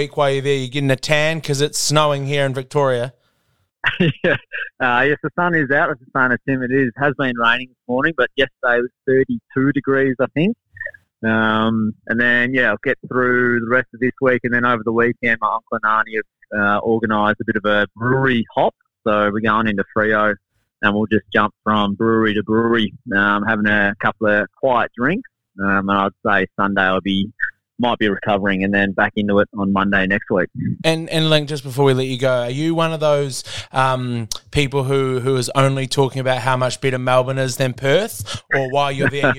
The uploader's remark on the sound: joining us via phone